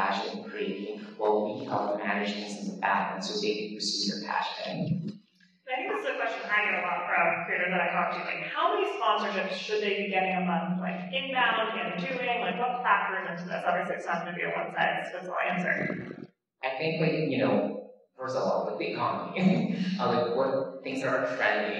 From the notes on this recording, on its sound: A panel recorded exclusively from Vidcon 2022.